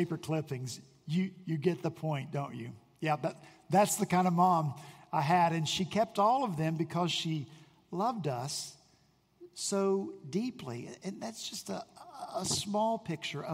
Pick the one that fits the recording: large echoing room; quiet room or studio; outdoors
large echoing room